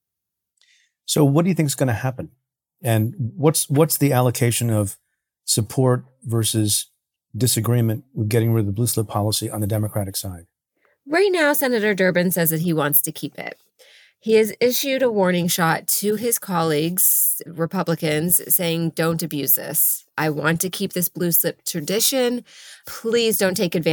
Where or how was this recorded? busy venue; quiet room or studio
quiet room or studio